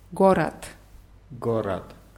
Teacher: Die Betonung ist auf dem ersten, also sprechen wir im ersten Fall O und im zweiten Mal wieder dieses reduziertes A.